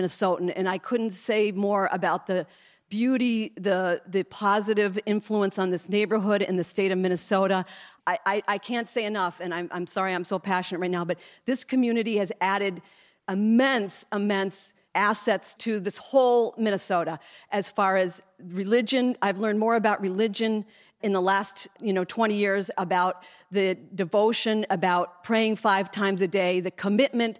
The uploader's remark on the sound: In front of a live audience